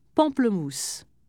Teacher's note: In French, a vowel followed by an N or M is often pronounced as a nasal vowel. That is, air passes through the nasal cavities when the sound is being pronounced.